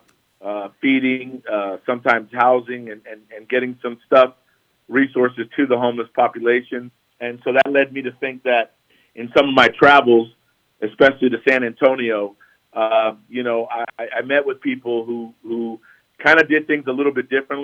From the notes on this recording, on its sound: In the studio. Via phone.